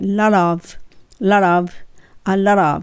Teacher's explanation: a lot の t はどちらかというともう l と一緒になります。発音がララってなります。